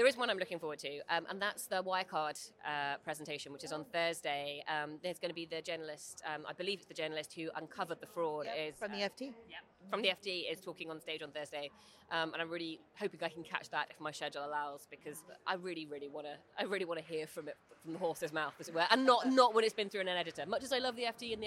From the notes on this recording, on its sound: On the road at Money20/20 in Amsterdam